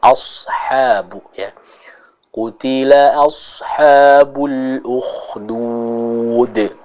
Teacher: huruf sod dan huruf ha dibaca dengan jelas ya. Sodnya ditebalkan, ha-nya juga dijelaskan.